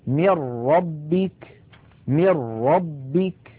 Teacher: إذن نلاحظ أن عندما نقول من ربك أنه لم يبق من النون شيء، وأن النطق قد صار براء مشددة · Term: الإدغام بلا غنة